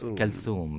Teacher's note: In Egyptian, they don't pronounce the eth, which is like a very unique letter in Arabic language. · Term: they say s